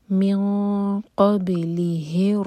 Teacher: قاف کو منہ بھر کر پڑھیں گے حلق سے اور باب کو باؤنس کریں گے